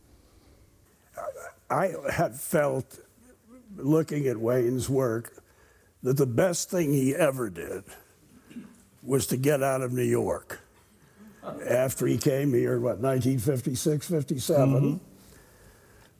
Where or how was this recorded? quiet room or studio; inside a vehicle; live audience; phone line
live audience